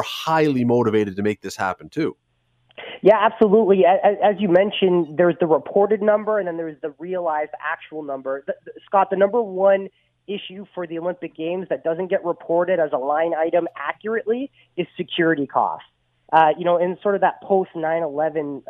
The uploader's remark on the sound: opens the phone lines